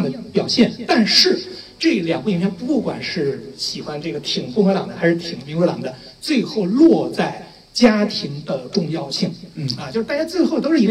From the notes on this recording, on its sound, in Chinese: 奇妙电台的线下组织——奇妙观影团，是一个组织影迷沉浸式的欣赏电影的组织。本期节目就是奇妙观影团的《绿皮书》观影活动的映后分享环节的录音。